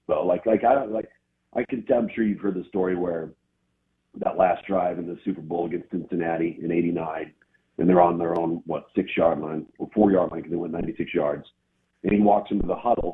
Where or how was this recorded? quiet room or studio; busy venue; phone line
phone line